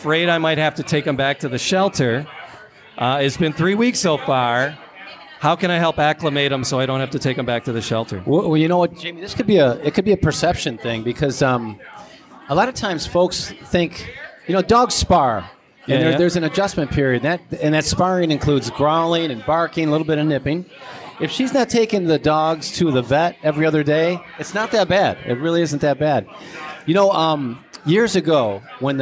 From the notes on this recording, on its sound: At the Detroit Shipping company for a special live episode. We record out on the balcony of DSC while there is a fundraiser going on to support the Detroit Dog Rescue.